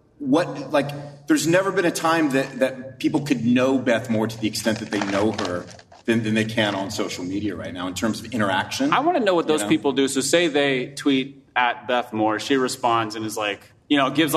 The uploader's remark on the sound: In this LIVE episode of the Happy Rant, recorded at the First Baptist Church of Hurst, Texas